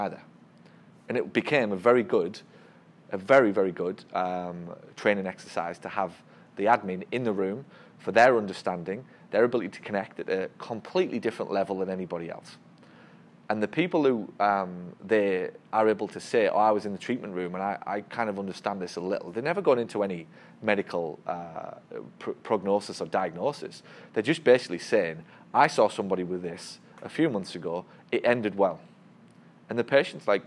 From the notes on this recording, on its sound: This one is a recording of a great discussion that took place during my recent 3-Day Marketing Bootcamp in New Orleans. It’s the morning of day 2 - listen in as the room reflects on the learning that took place the day before.